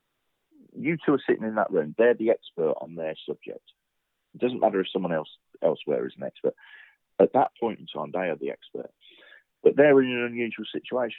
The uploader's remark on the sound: Welcome to another rough and ready conversation captured over the phone. At his home in Northampton.